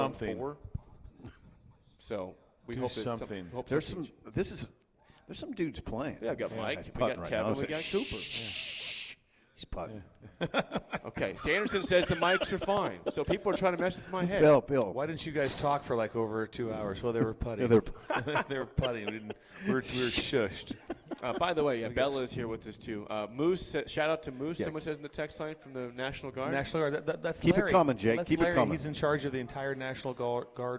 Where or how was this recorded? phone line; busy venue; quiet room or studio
busy venue